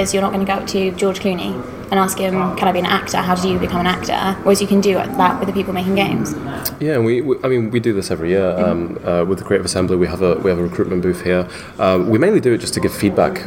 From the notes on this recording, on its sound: Recorded at EGX Rezzed 2017. The first of this year's GamesIndustry.biz Careers Fairs.